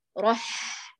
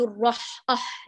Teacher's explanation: كلمة الرحمن نفخم الراء ثم عند الحاء نرقق · Shown in: first take · الراء رح. لا نقول الرح أح.